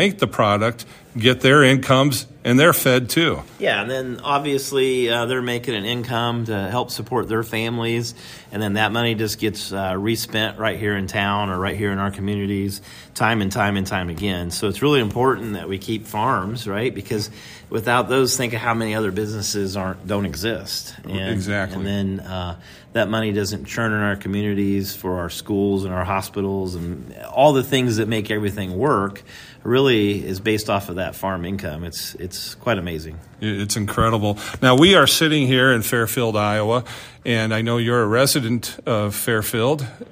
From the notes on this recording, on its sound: at the Kenny Norton Southeast Iowa Farm Show 2023 at the Fairfield Arts & Convention Center in Fairfield, Iowa